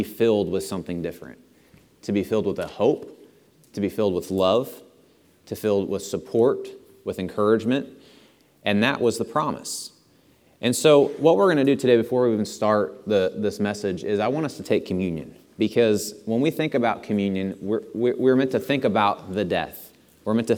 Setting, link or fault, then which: setting, large echoing room